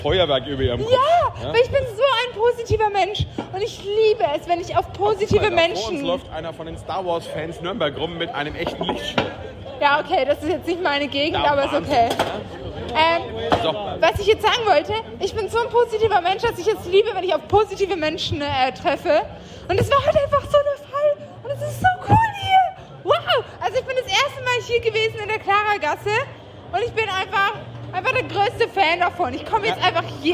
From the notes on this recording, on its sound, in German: Live vom Nürnberger Klaragassenfest! Wir waren für euch vor Ort und haben es krachen lassen…